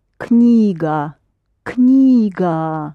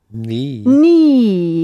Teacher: But for some reason you don't pronounce the K, and we do. · Shown in: first take